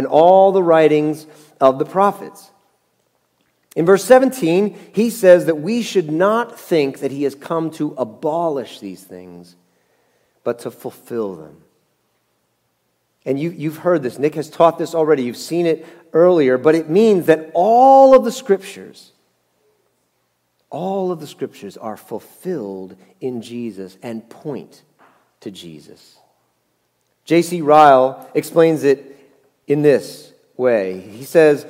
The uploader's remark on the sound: Message Preached at Valley Creek Church